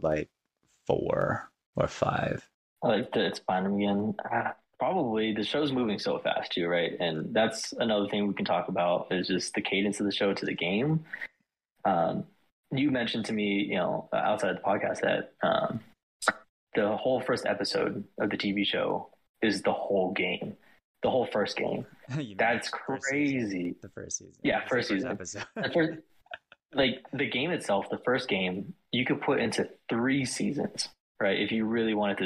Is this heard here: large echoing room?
no